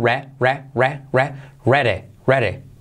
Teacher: La R genérica que lleva consigo una U